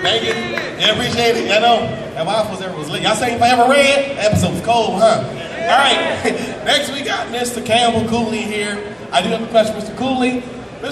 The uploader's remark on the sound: Power Rangers Panel at TCG Con 2024 in Houston Texas